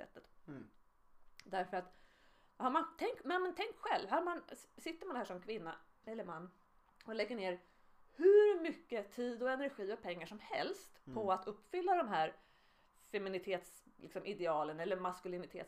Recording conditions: uneven or low level